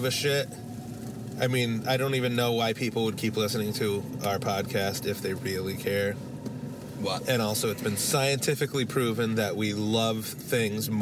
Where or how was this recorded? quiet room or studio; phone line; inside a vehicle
inside a vehicle